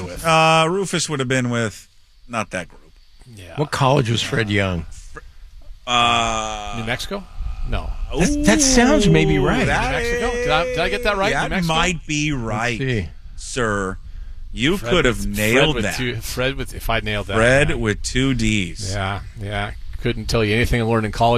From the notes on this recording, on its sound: live from Seahawks Mini-camp!